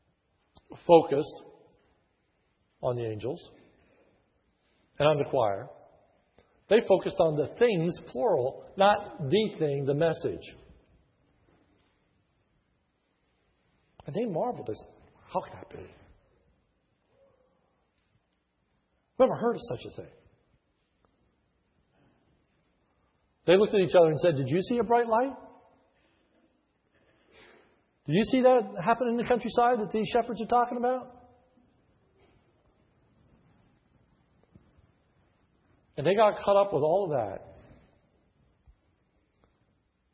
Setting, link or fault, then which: setting, large echoing room